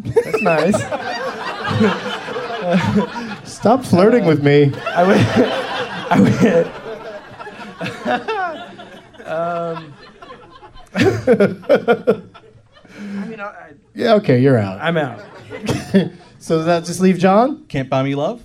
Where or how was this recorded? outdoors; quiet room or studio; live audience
live audience